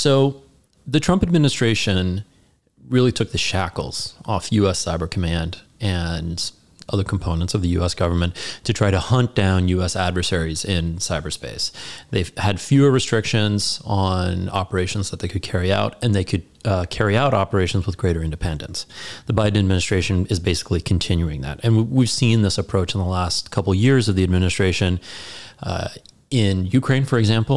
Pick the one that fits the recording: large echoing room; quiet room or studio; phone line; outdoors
quiet room or studio